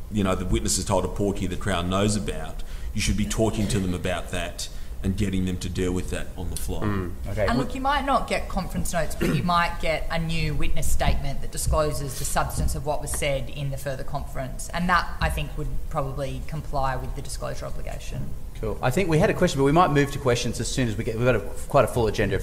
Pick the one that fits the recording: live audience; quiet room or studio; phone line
live audience